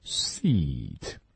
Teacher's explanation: 当我们发长音 e seat 的时候，我们的舌头是拱起来，嘴咧起来